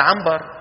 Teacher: فطرة الإنسان إذا جاءت نون بعدها باء يقلب النون إلى ميم